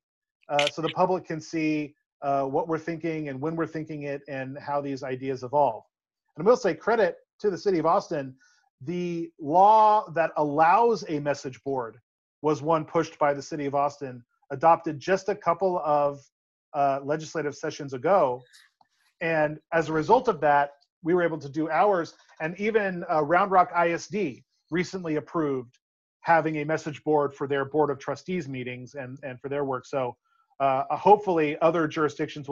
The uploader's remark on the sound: This episode was recorded remotely